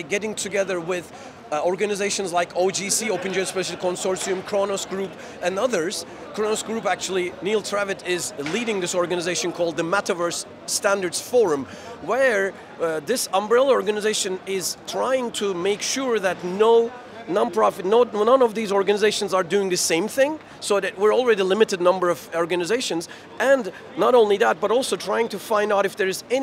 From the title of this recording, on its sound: Live from GITEX in Dubai